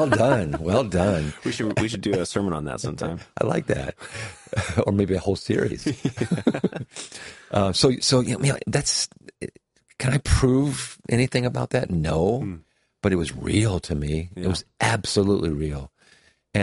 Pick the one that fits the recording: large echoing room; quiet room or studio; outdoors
quiet room or studio